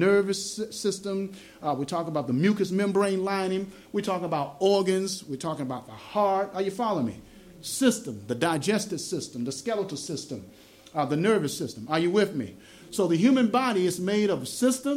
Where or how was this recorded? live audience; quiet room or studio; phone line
live audience